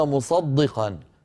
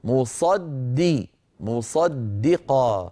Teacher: بعد أن نفخم الصاد نرقق الدال · Shown in: second take · Term: دال مرققة